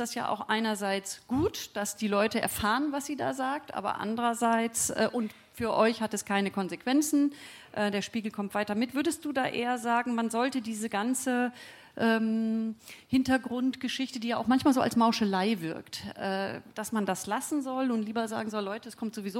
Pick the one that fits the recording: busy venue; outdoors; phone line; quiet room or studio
busy venue